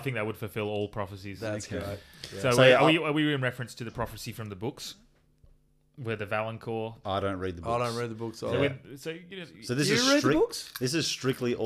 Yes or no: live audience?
no